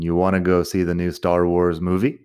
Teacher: quitando el do también al principio, que es algo que hacemos en preguntas informales